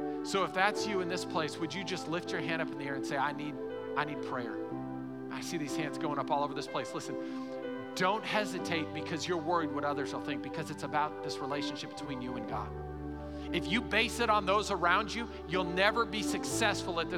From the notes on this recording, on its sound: Recorded live during our Sunday morning service.